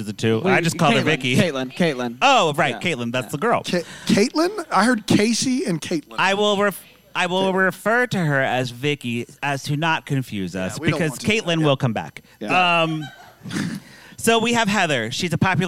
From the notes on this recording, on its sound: LIVE from Bramble Fest. The first ever LIVE Deck the Lifetime Uncorked.